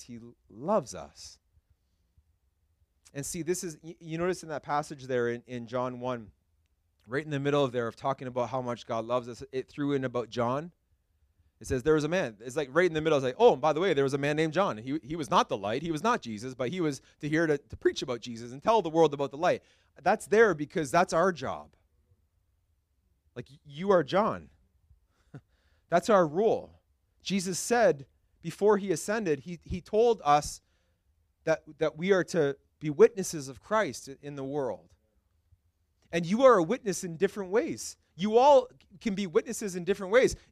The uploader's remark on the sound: This message was preached at Freedom Life Church International in Kitchener, Ontario